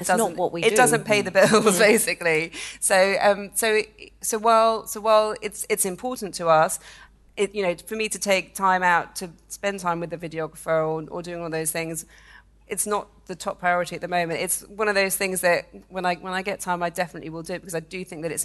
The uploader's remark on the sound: In our first ever show recorded in front of a live audience. Recorded at the Roca London Gallery in Chelsea Harbour.